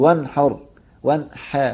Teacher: وقع حرف الحاء بعد النون الساكنة وده من حروف الإظهار، يبقى نظهر النون الساكنة، تقول ون، لابد أنك تظهر النون، تقول ون حر، ون